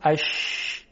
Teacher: یک شیاری به وجود میاد، هوا با فشار از اون شیار عبور میکنه و منتشر میشه روی سطح زبان · Term: تفشی